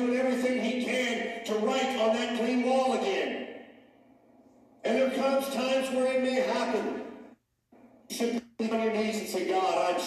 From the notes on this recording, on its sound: Sound issues week #2 of shut down.